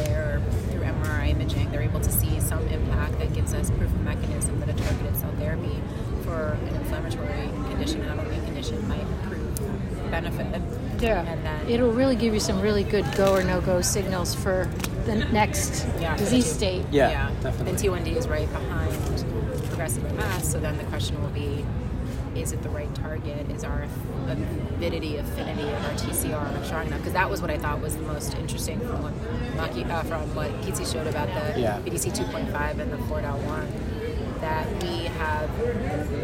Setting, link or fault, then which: setting, busy venue